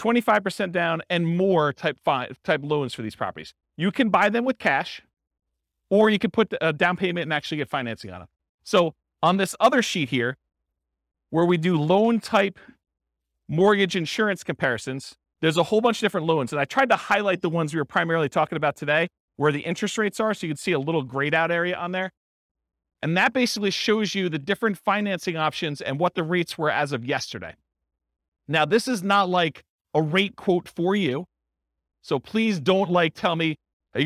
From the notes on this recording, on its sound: This was a live class recorded.